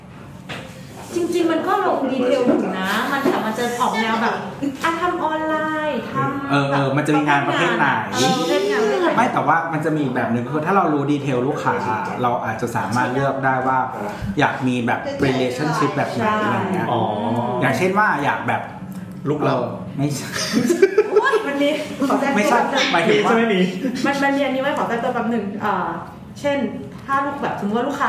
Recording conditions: background noise